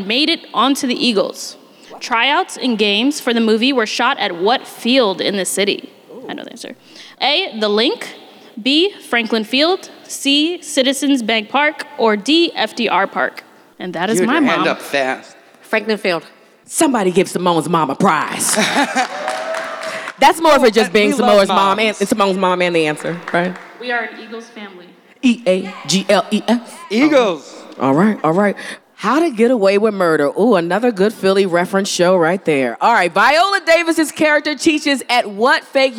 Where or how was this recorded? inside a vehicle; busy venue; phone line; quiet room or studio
busy venue